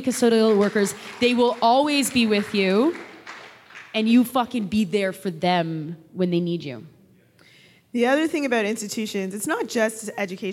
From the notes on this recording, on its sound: live show in Toronto, the audience exchange continues.